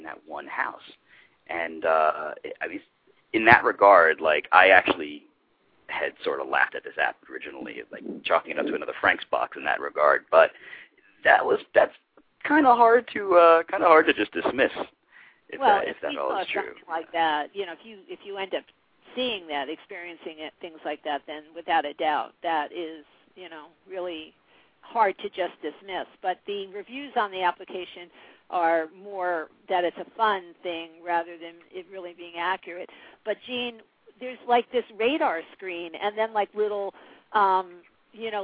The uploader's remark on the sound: Live call-in radio talk show.